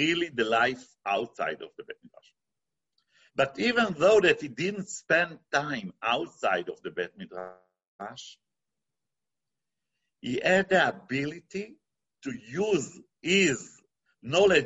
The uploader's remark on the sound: This ZOOM presentation.